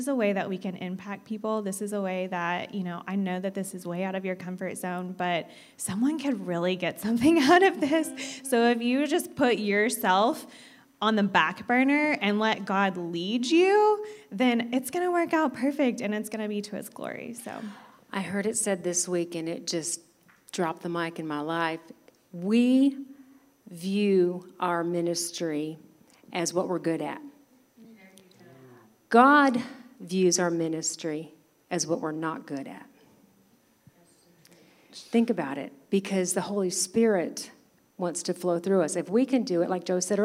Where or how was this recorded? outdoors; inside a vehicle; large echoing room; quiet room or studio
large echoing room